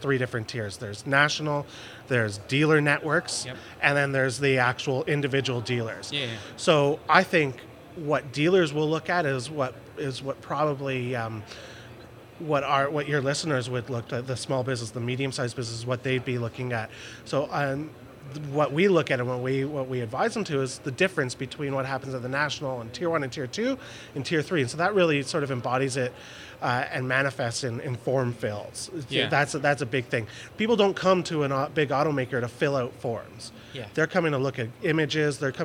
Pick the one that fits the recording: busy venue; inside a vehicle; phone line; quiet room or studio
busy venue